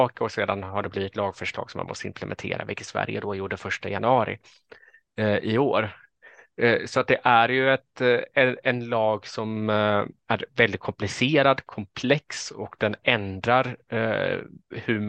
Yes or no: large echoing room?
no